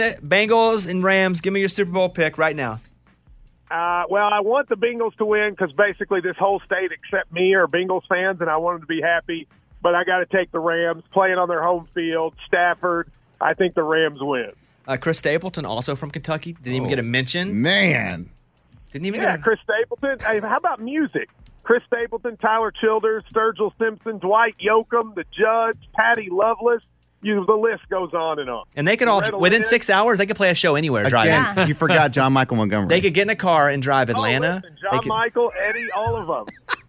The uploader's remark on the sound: A listener called